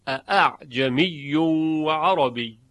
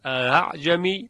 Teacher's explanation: شعبه هر دو همزه را به تحقیق خوانده، برخلاف حفص که همزه دوم رو تسهیل کرده. حفص میخواند اعجمی، همزه دوم تسهیل میشه اعجمی و عربی، اما شعبه خوانده است اعجمی و عربی به تحقیق همزتین، یعنی دو همزه.